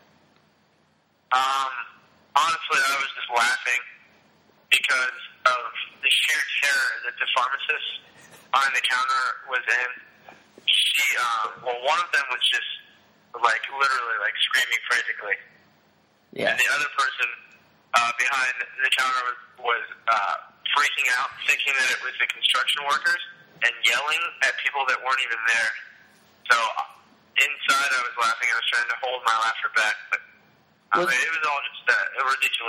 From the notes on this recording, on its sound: Live from House 1083 in the village. Over the phone.